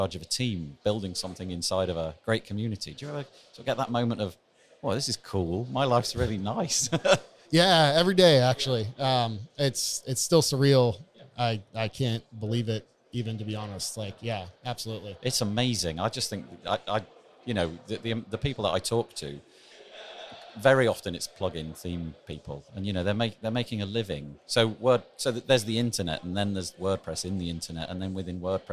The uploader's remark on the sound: Today is another episode which was recorded live in the halls of the Estrel Hotel in Berlin. This was the location of WordCamp Europe in 2019. You’re going to be hearing some background noise, as I found it nye on impossible to keep 3,000 WordPressers quiet!